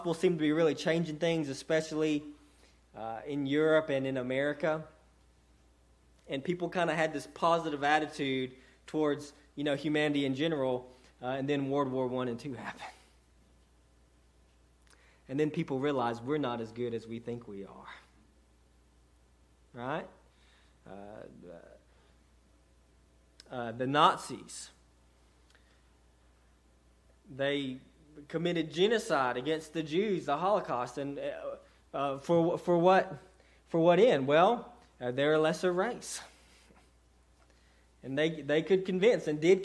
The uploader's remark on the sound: Sermon delivered to Cottondale Baptist Church.